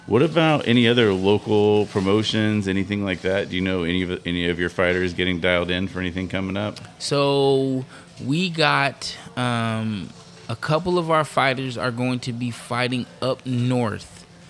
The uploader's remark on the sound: The Walkout Live from the Wheelhouse Lounge in Port Hueneme